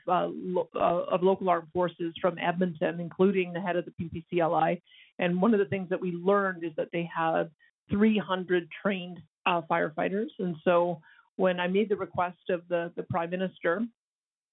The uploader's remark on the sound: Wildfire Evacuee Information Telephone Town Hall. Albertans evacuated due to the wildfires are invited to join a nightly telephone town hall for situation updates and answers to questions.